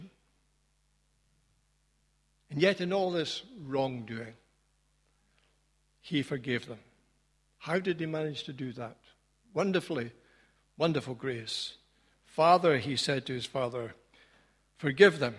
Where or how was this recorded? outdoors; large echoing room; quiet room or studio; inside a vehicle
large echoing room